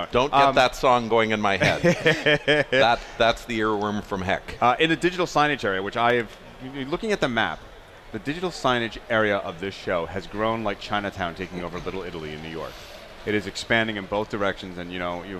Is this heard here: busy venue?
yes